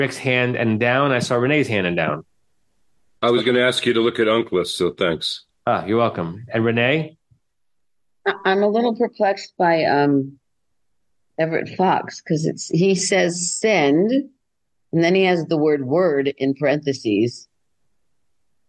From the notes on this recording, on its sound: Facebook/Zoom